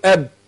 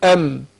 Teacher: لو جيت قلت او يبقى انا ايه بفتح الشفتين اهو او، لكن الميم اقول ام، الباء اقول اب، لكن الباء امكن من الميم. صح الاثنين بينطبق فيهم الشفتين لكن الباء امكن من الميم